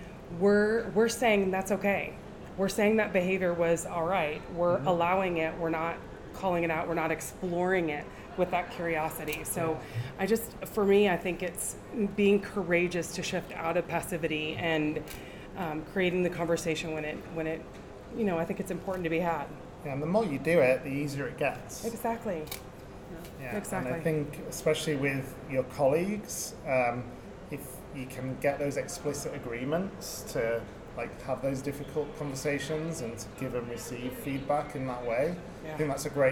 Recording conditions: background noise